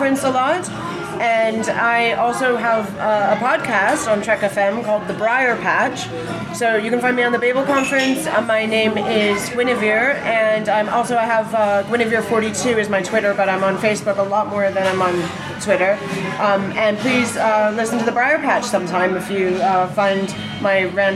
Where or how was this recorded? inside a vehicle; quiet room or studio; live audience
live audience